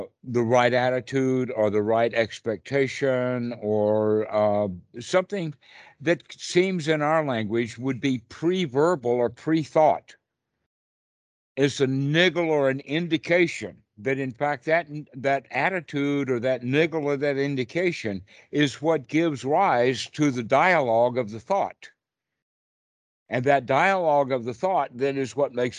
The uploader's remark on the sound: skype calls